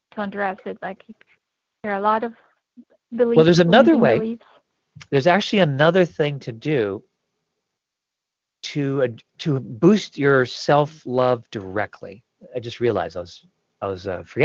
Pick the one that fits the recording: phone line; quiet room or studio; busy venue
phone line